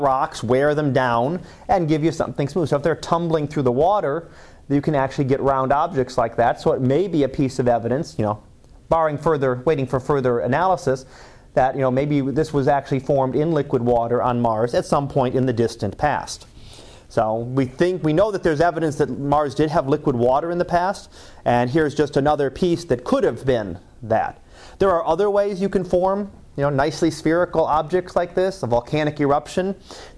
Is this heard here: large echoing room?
yes